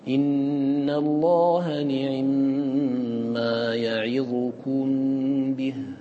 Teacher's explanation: لكن العين من نعم ما تكون مختلسة مختطفة